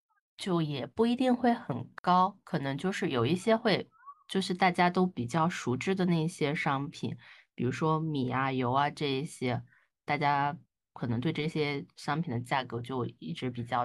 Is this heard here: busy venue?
no